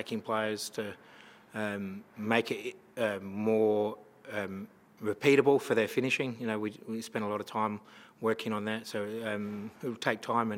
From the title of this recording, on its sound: post-match press conference